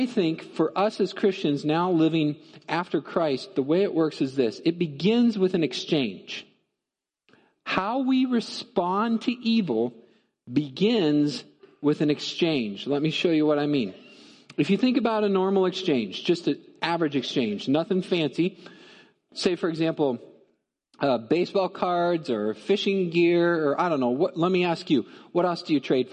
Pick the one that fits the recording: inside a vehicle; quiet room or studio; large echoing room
large echoing room